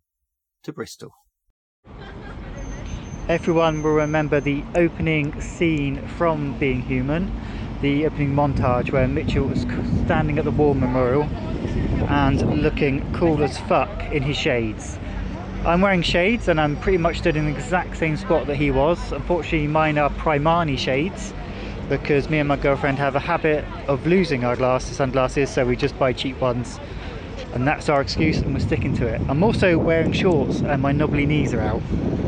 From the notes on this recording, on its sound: Your host talks to himself in public and hopes people just think that he's on a strange phone call.